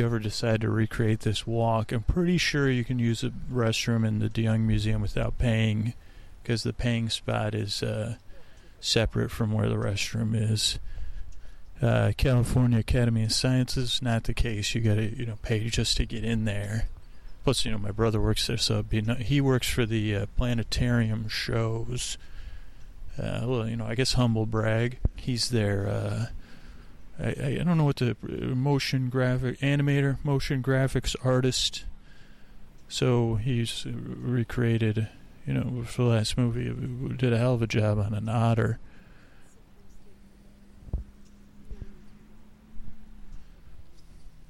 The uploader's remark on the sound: On Location at Golden Gate Park